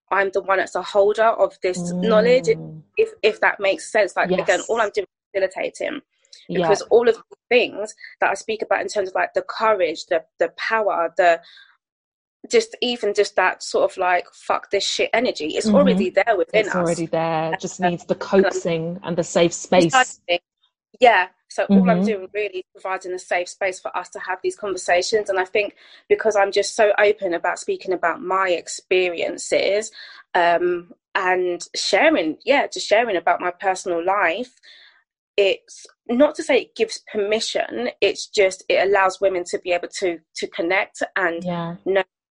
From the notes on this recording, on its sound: The interview was recorded via zoom, so please excuse any slight issues with the sound quality.